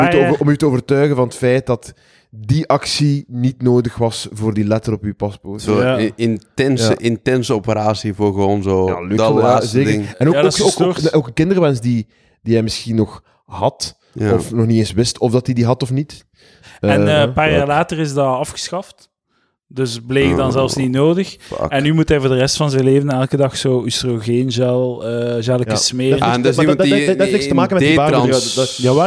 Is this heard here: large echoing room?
no